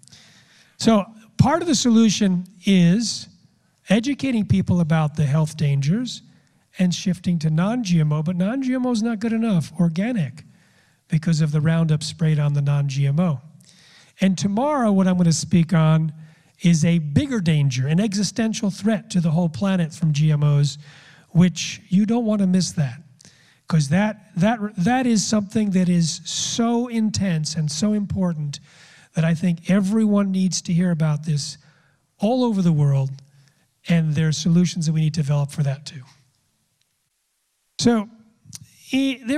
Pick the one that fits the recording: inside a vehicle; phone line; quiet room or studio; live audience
live audience